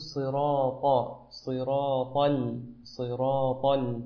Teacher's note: حاول أن تفخم حرف الطاء أكثر قليلا